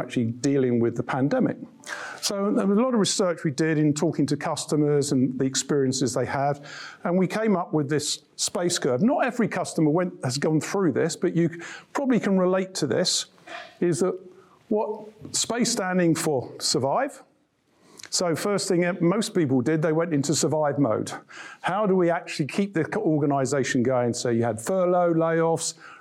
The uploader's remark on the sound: An intimate dinner with Introhive. Gives an insightful presentation to a group of sales leaders. Including questions from the audience.